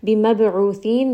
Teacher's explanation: ba is going to have qalqala. Give it a bit of bounce.